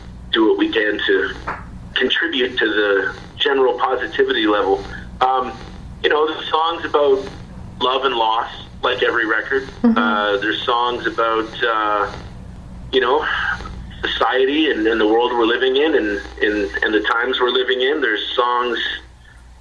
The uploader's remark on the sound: On Beach BOOSTER Radio. Via phone from Ottawa.